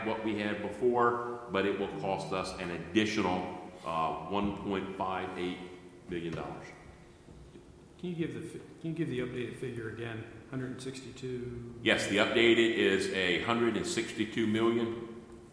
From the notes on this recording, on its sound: An audio recording of the Board of Education regular meeting on August 26, 2019.